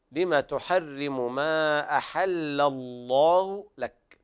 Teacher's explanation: لابد من مراعاة ترقيق اللام الأولى أحل ثم تغليظ اللام في لفظ الجلالة، لما تحرم ما أحل الله لك، لأن لفظ الجلالة حكمها